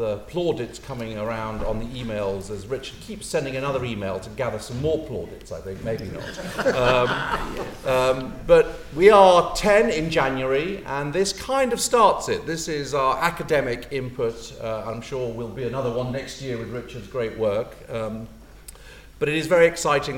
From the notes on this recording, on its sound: Recorded on November 17, 2017 at the Rose Theatre, Kingston.